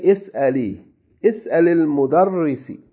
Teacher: Is'alil. Is'al, originally it should be is'al. But because is'al is sukoon, and it's followed by another sukoon, hamzatul wasl, so you say is'ali. Is'alil mudarrisi.